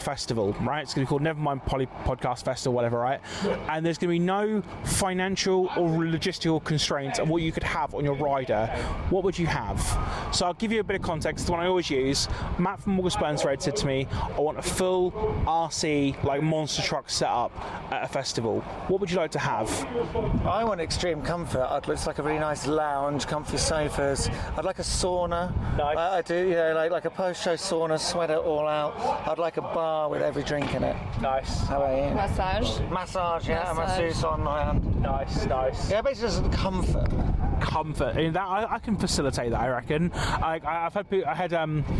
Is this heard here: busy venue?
yes